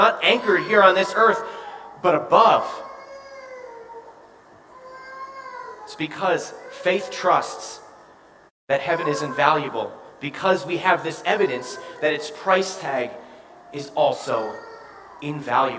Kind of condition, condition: setting, large echoing room